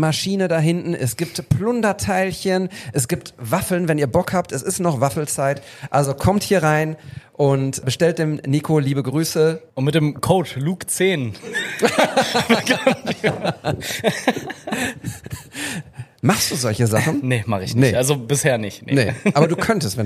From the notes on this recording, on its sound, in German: Unser zweiter Live-Podcast vor Publikum!